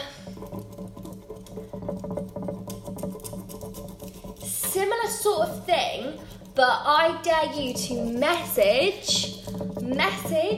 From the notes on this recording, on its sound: Apologies for the background noise.